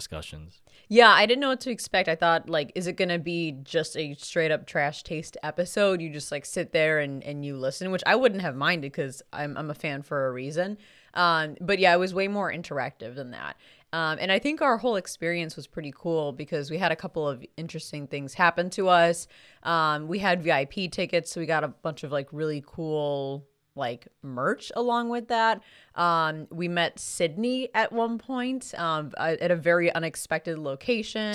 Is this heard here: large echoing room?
no